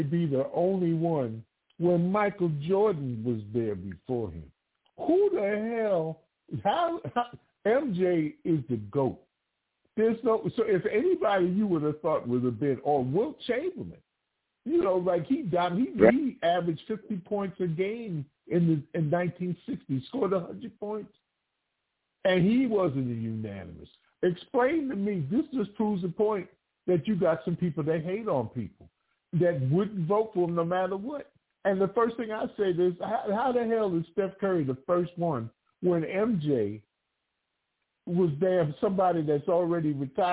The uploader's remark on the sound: TALK RADIO TONIGHT! LIVE CALL.